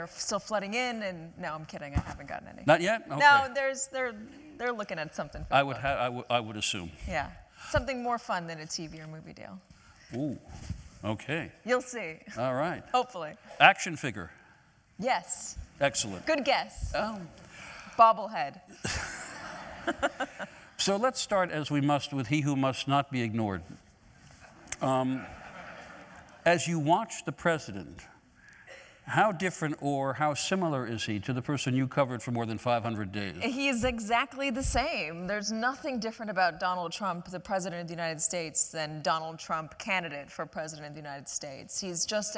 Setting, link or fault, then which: setting, live audience